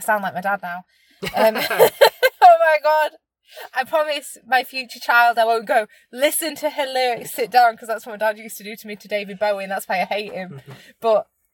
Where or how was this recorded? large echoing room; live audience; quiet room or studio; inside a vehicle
inside a vehicle